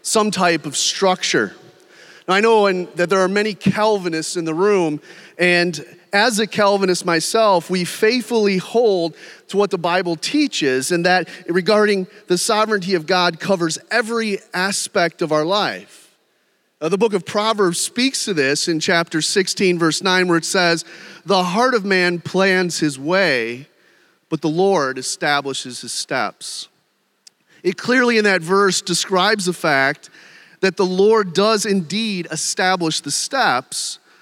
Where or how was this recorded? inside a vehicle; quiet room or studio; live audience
live audience